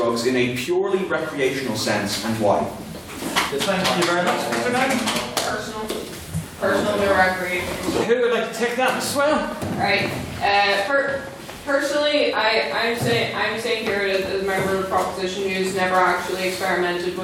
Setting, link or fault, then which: setting, live audience